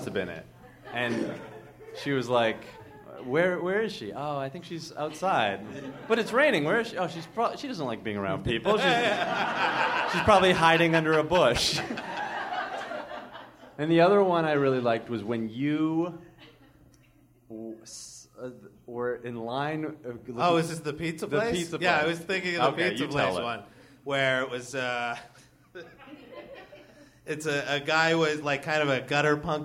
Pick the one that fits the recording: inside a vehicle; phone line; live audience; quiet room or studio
live audience